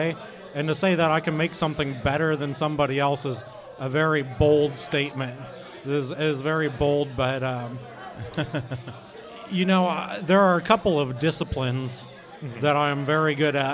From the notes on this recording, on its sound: We were LIVE from the Wall Restaurant in Orange, California! We did a live show for the The Wall’s 2nd Anniversary!